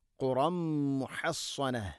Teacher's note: ഖാഫിൻ്റെ ഉച്ചാരണം ശ്രദ്ധിക്കുക. അതുപോലെ തൻവീന് ശേഷം മീമു വന്നാൽ ഇത് ഗംബിഗുന്ന, അവിടെ മണിക്കണം.